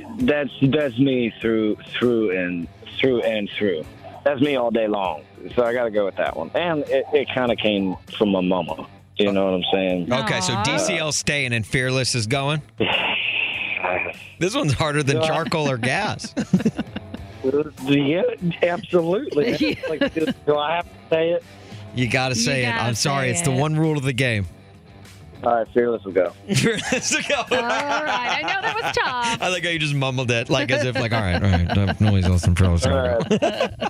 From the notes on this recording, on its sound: Called in to play One's Gotta Go before he takes the stage at Windy City Smokeout.